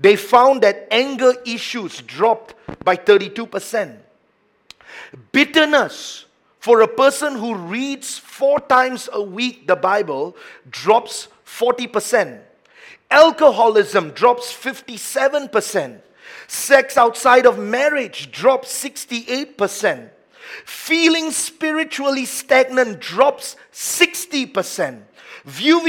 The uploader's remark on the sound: A message preached during our Sunday Morning service